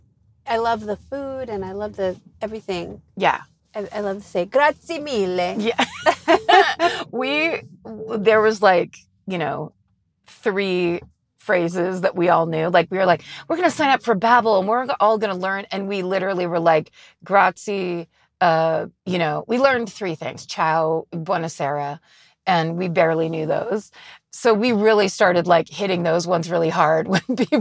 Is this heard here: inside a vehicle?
yes